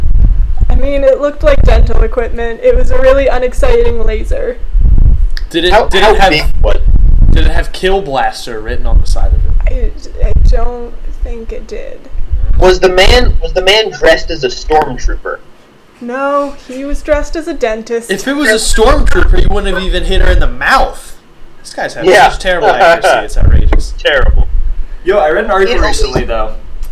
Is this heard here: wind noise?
yes